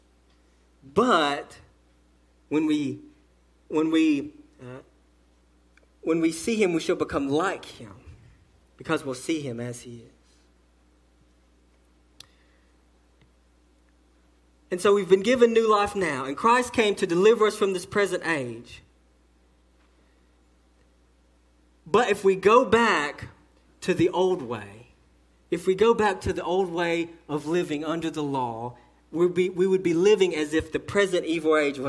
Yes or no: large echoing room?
yes